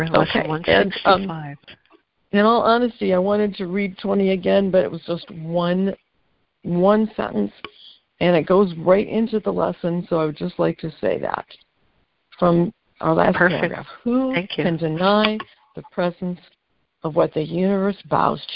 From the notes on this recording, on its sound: ACIM Daily Conference Call